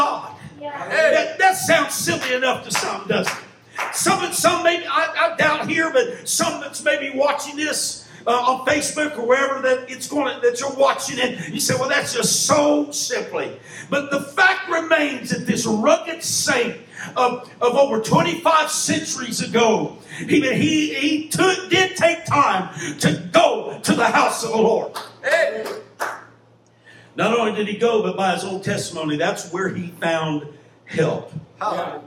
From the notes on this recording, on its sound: Live Church Service.